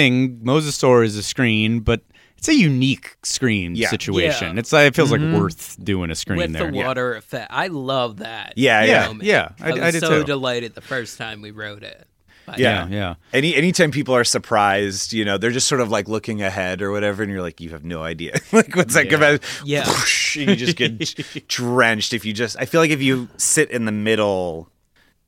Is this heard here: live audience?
no